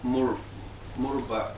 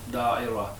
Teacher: if you stop on a round ta, the ta disappears, becomes taha. · Term: waqf